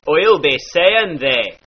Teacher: The long E sound in words like see becomes a short E, as in egg. Therefore, I'll be seeing thee becometh I'll be seeing thee.